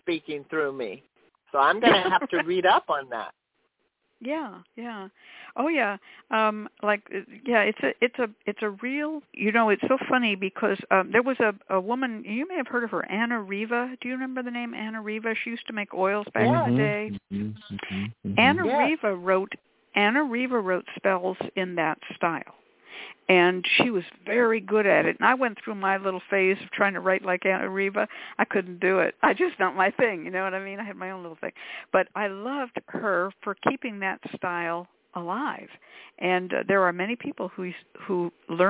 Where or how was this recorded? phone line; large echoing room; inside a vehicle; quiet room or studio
phone line